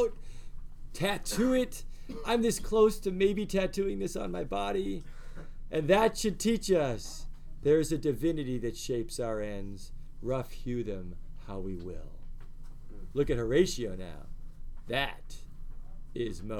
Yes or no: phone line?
no